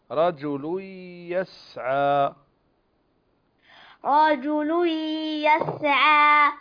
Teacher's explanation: أدغم التنوين في الياء إدغام بغنة